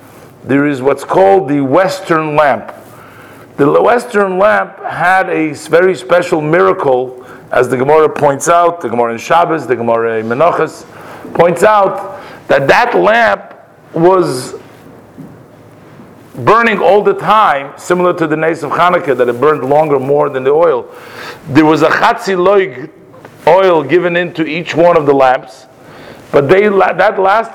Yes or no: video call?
no